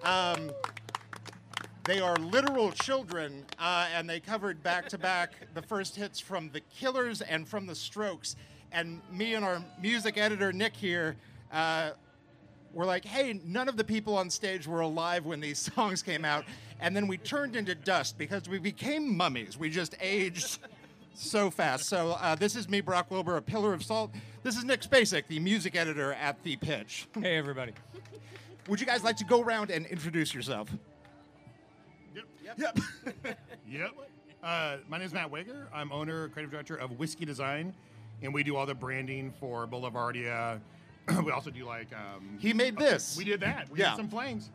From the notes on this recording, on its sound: Live from Boulevardia 2022. This week on the Streetwise podcast we have a wacky time at Boulevardia. This is a full show live recording from the podcast stage. Thanks to everyone who came out and suffered the sun with us!